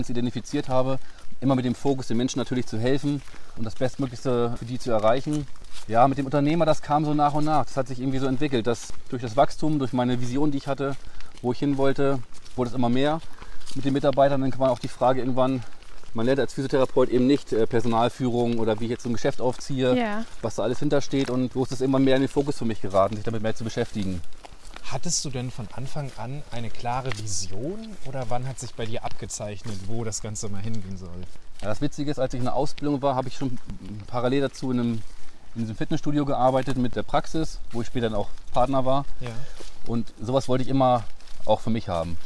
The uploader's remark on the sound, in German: Auf einen Spaziergang